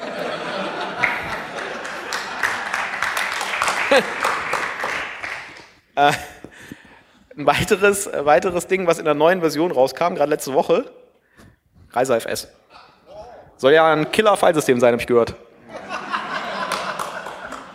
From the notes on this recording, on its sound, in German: State of the Union (froscon2014). Alles wird mit einem Augenzwinkern präsentiert und gemeinsam mit dem Publikum kommentiert.